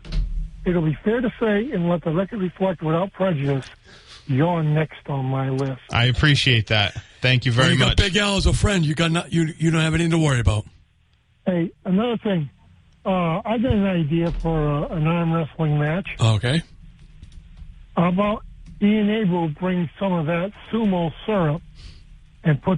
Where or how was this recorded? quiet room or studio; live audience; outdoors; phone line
phone line